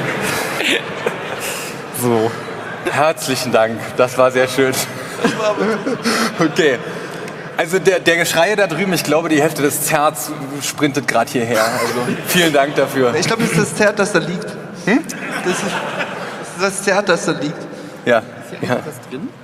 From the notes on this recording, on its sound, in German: Zwei Teams mit rauchenden Köpfen und ein johlendes Publikum. 34c3.